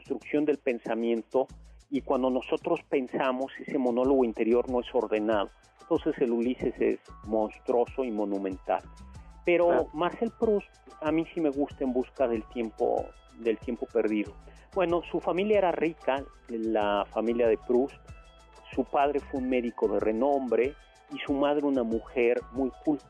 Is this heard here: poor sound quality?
no